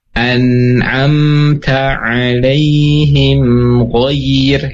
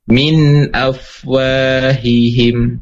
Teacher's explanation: tetap ada guna, namun gunahnya kurang · Term: gunnah yang kurang